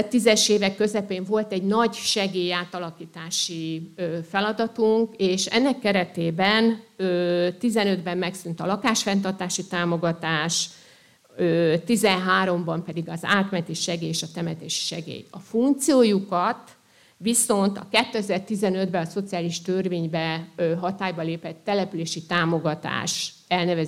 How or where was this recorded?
live audience